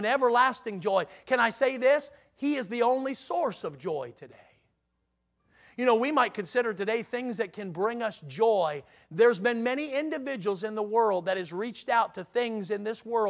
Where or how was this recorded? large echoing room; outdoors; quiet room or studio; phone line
large echoing room